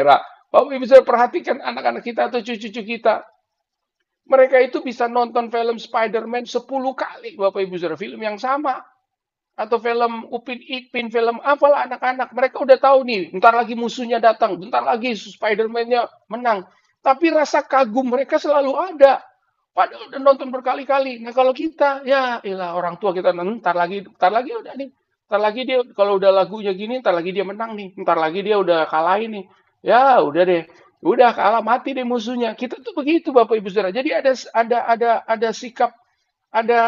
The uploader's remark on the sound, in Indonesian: Rekaman khotbah Ibadah GerBang Pagi GBI Glow FC